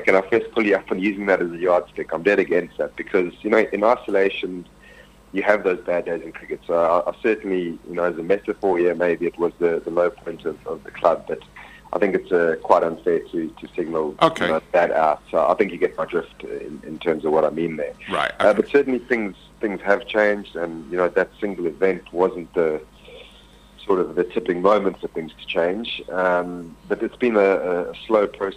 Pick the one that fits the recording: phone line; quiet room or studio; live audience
phone line